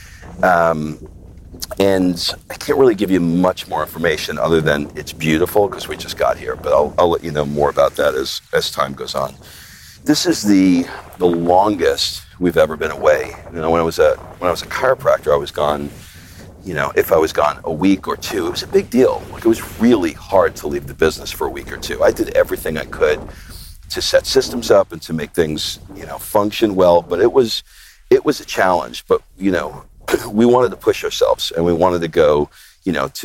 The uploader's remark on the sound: I take a walk and talk